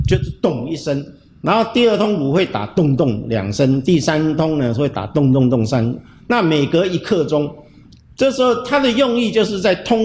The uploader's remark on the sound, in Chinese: 節目我們團隊出外景，來到位於新竹市北門街的市定古蹟「鄭氏家廟」中錄音